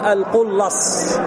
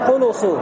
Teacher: بعضهم يقول القلص بتشديد اللام مع الفتح جمع على وزن فعل، بعضهم والأكثر يقولون قلص بضمتين مع التخفيف القلص، فنحن نقرأ على الأكثر متى تقول القلص الرواسم يحملن أم قاسم وقاسم.